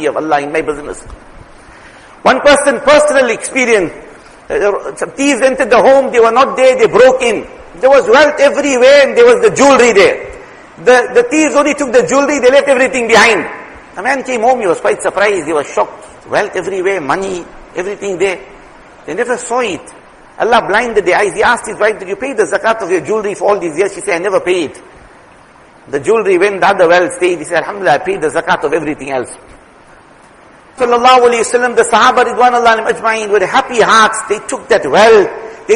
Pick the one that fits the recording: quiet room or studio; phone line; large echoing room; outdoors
large echoing room